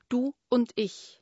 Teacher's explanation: Wie mit einem Schlag der Stimmlippen startet die Schwingung. · Damit das Du und das Und nicht über das gemeinsame U ineinander fließen, wird das Und mit einem Glottisschlag gestartet.